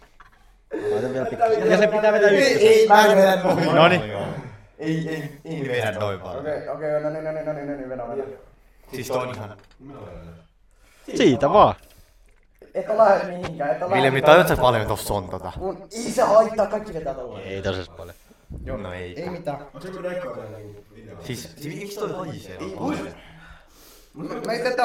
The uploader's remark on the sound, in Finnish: Pahoittelut huonosta äänenlaadusta.